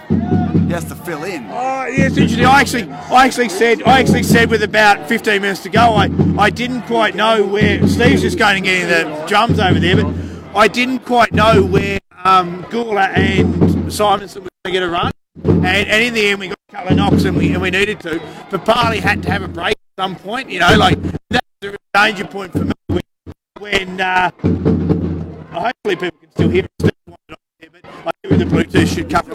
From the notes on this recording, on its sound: The Greenhouse Live was on location at Canberra Stadium